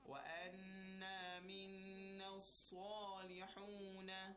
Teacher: And then we have تفخيم of صاد، right? Rounded mouth and heavy voice.